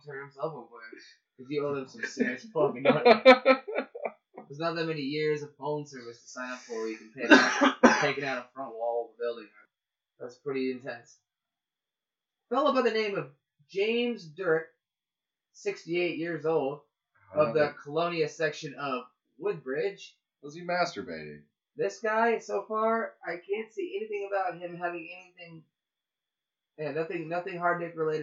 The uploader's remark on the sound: Smiley engineering sound. Some mastering has been done, but the audio quality is not as great.